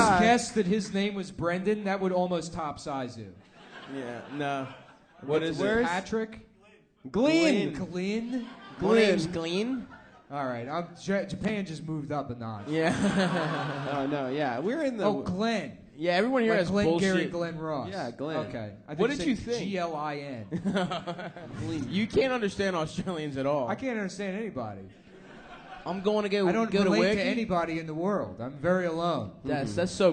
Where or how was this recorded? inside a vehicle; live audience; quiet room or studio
live audience